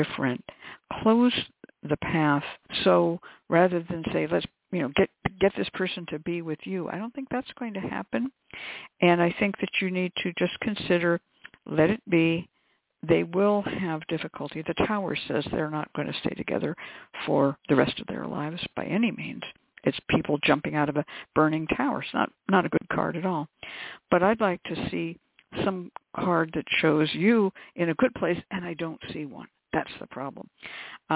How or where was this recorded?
phone line